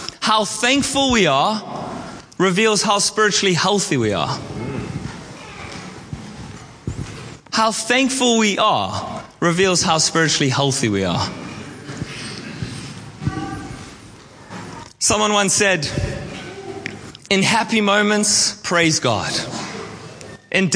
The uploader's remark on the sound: at our All In Service on 29/10/23